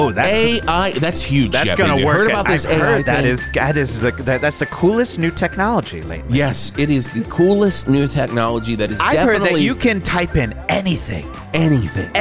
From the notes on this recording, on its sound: live from Verde Square for the 41st Val Verde July 17th 1982 Patriotic Parade!